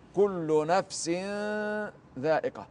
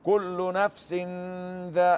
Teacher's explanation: تعدم ذات النون أو تخفى ذات النون ويحل محلها رنين الغنة · Shown in: first take · Term: إخفاء